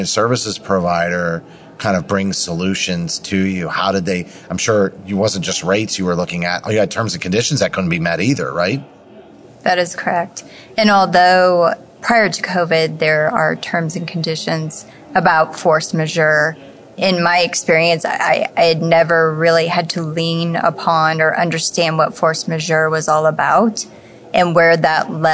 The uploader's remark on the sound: live at AHRMM23 in Orlando